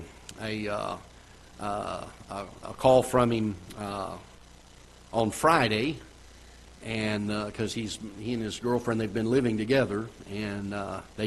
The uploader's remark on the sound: Ketha Heights Baptist Church ~ Live Broadcast